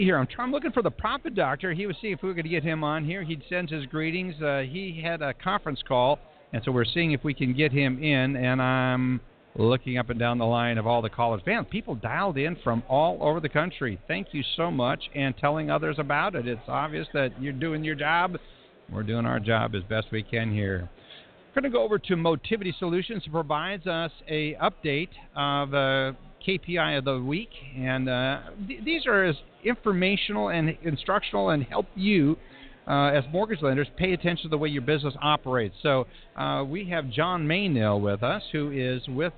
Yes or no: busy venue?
yes